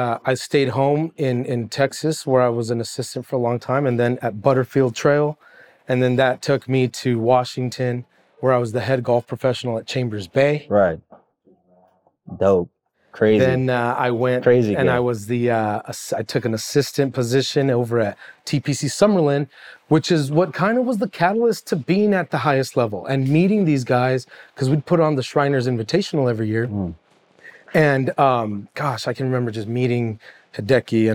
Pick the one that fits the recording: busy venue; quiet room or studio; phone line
busy venue